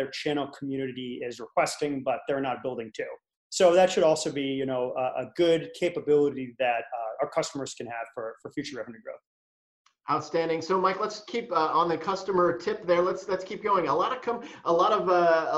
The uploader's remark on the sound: Live from Virtual ITW 2020